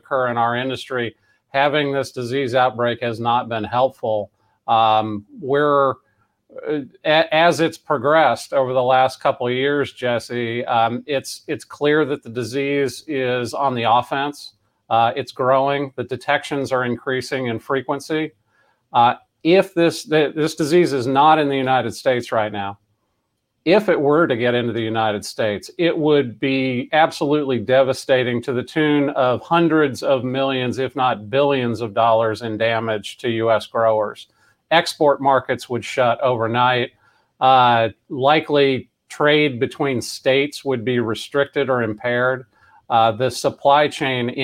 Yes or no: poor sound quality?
no